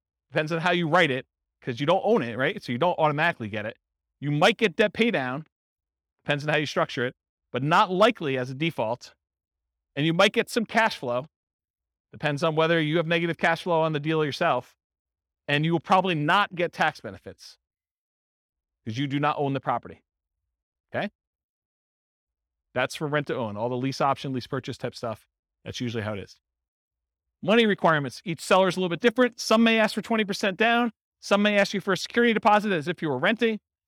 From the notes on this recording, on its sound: This was a live class recorded